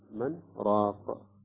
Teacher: النون ساكنة بعدها حرف الراء، حرف إدغام أم لا؟ ولكن هنا سكت عندنا يسقط الإدغام